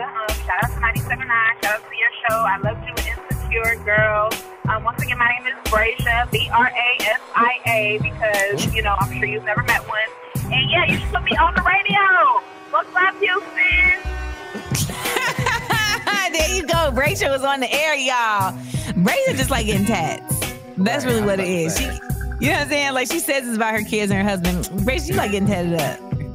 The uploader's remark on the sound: We’ll go to the phonelines!